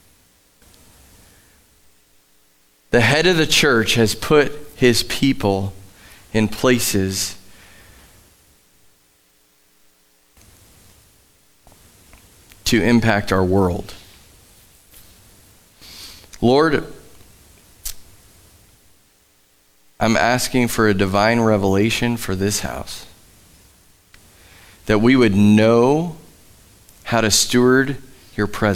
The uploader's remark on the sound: Live from The Summit Church in Dover, OH